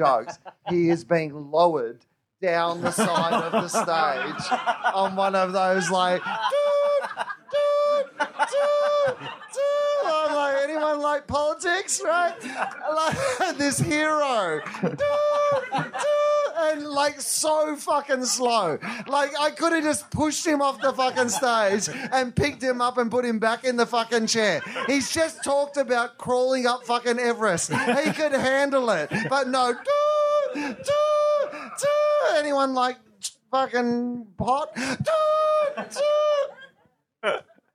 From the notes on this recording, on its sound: LIVE from the 2016 LA Podcast Festival.